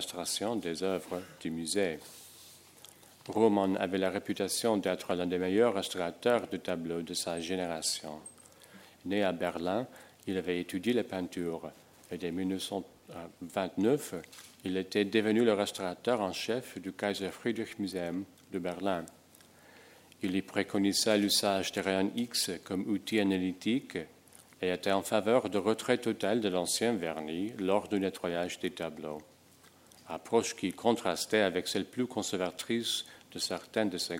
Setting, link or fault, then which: setting, large echoing room